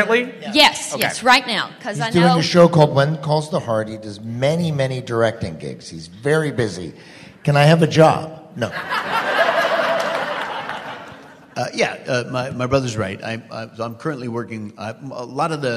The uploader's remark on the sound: Please note, as this was a LIVE, on-site event, this episode is not optimized for an audio podcast.